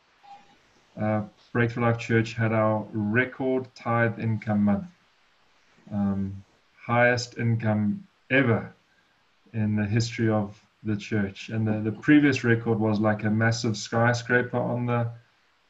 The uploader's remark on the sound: Breakthru Business Forum ZOOM Meeting